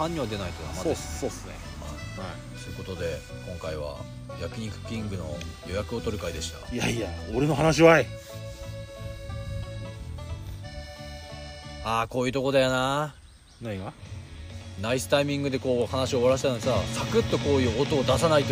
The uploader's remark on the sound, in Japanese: 久しぶりに空き地にての収録！収録中に予約を取ることに。。。